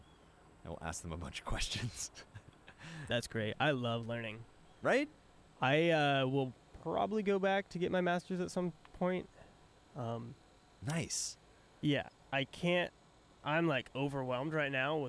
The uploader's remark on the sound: recorded one in the backyard